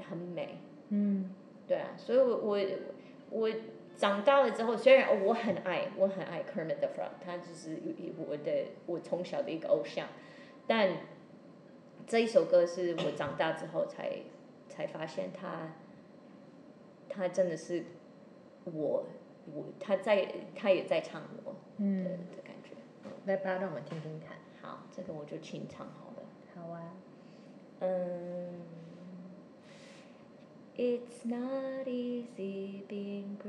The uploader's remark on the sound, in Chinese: 透過主持人提問邀請，現場觀眾說出自己的感受，。由劇團立即即興重現，。